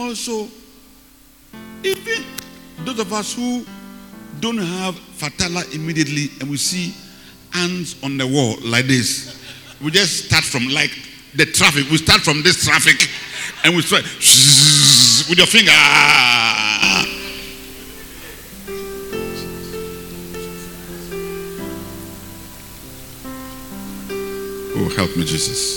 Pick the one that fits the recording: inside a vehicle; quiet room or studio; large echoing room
large echoing room